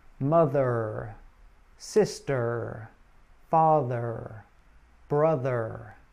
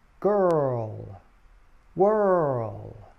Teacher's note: The ur sound is complicated because it is like a mix of the vowel sound, sometimes called the schwa, and the r sound. It is a mid-central vowel, like the vowel sound, and your tongue curls back slightly, like in the r consonant sound. But to be clear, r is a single sound. · IPA: /ər/